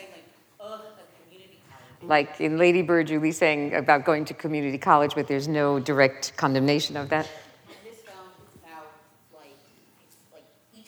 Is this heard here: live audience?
yes